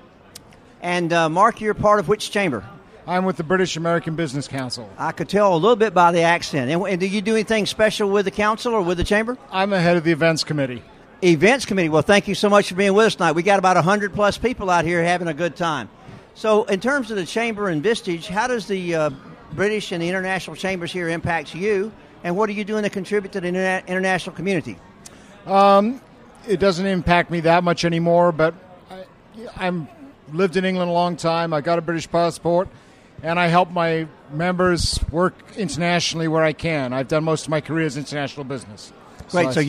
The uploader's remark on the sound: This interview was recorded live at the International Euro Chamber After-Hours Business Mixer in Atlanta. Hosted by members of the Belgian, British, Swedish and Dutch business community in Atlanta, Georgia.